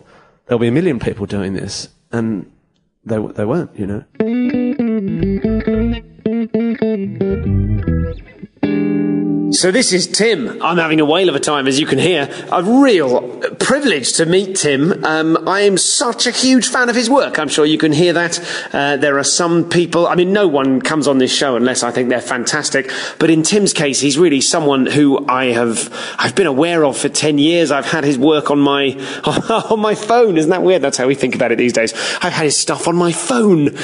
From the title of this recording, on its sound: Live at the Los Angeles Podcast Festival